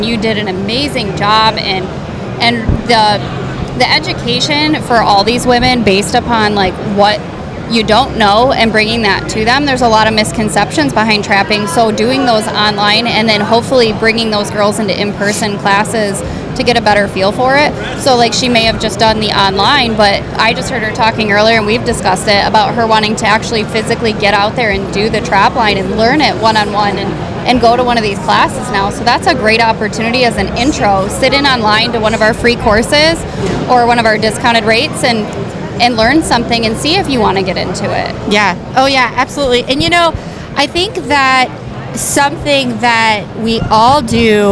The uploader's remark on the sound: Special Event: Live at the Outdoorama. At the Outdoor Rama in Michigan.